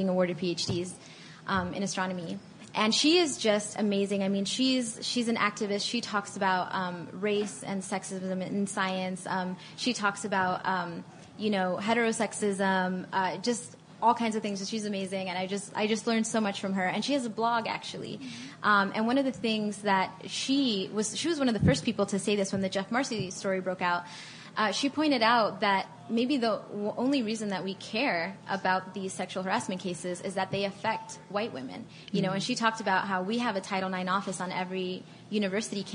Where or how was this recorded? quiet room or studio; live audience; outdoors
live audience